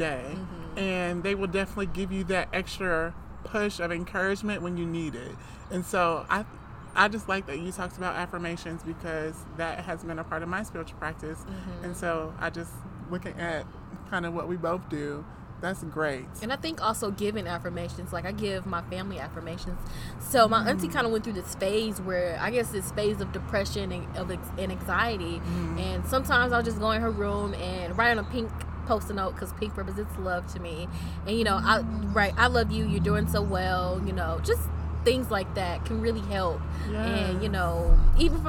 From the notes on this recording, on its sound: talking over the occasional sounds of airplanes and background noise at Starbucks